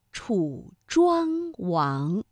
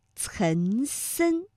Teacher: 像庄王，这明显呢是从这个鼻子后方脑中央的位置发出了气流，而岑参，它的气流呢是比较靠近我们的口腔前部的 · Term: 前后鼻音